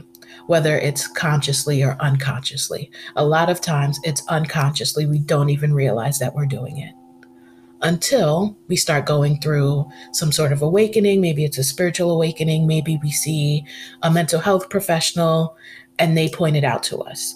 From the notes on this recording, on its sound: There is a heart chakra sound bowl track softly playing in the background.